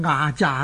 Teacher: 牙字和诈字呢都是去声叠韵的字